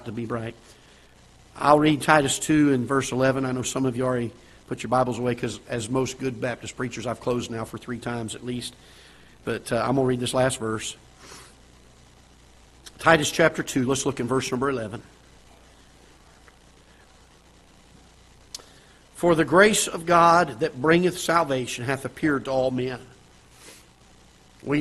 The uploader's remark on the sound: Ketha Heights Baptist Church ~ Live Broadcast